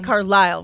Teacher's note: you say Carlisle with the emphasis on the last syllable, whereas I would say Carlisle.